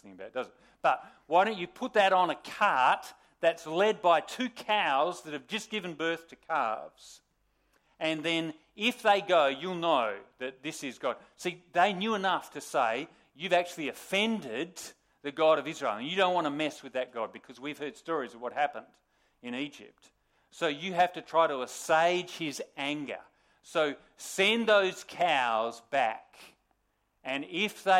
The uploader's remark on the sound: Sermon recorded live on the 13th August 2023 at Morley Baptist Church